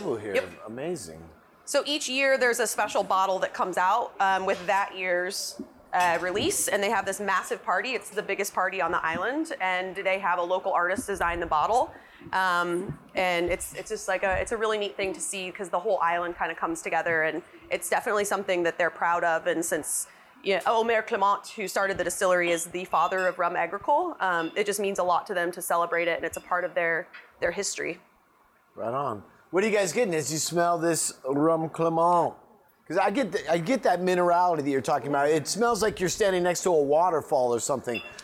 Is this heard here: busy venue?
yes